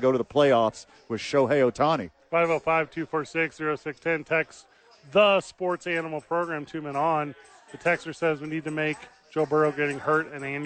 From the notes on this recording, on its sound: live from ABQ Axe